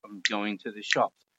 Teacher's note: the stress is go and shops, not I'm. And the I'm sort of just becomes the onset of I'm going to the shops.